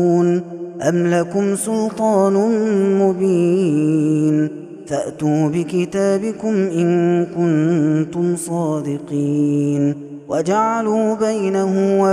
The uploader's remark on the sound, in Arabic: هذا التسجيل من صلاة التراويح. Ramadan 2021.